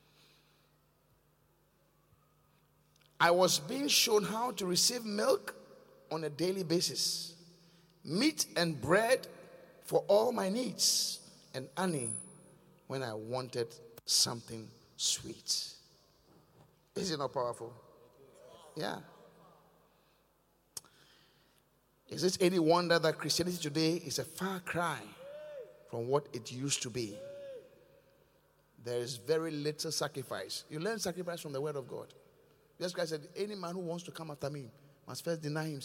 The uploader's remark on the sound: Encounter Service. Preached at The Qodesh.